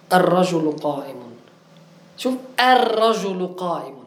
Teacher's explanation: هذه الهمزة التي في الألف واللام آل التعريف ثبتت في أول الكلام